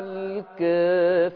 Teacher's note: الكافرين دي بقى أعمل فيها الورش تقليل قولا واحدا